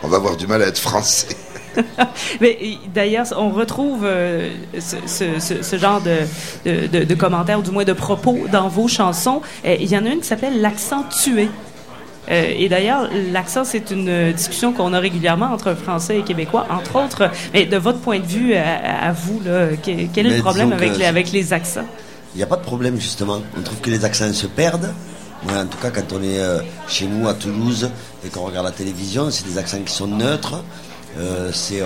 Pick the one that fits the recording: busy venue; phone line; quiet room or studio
busy venue